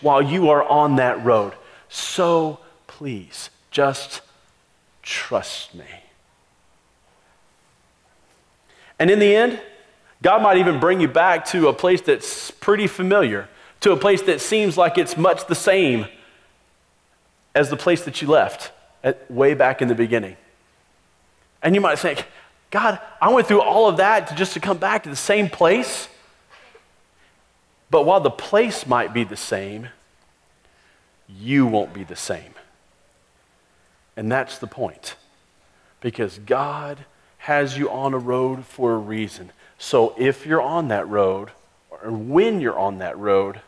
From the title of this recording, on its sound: Christmas Eve Service (Audio)